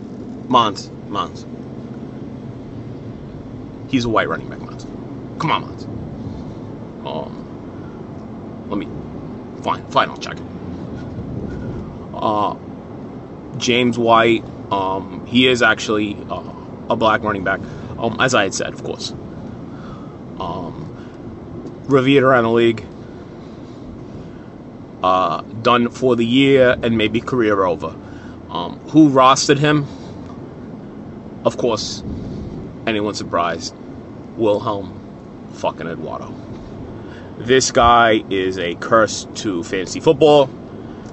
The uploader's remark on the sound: from the car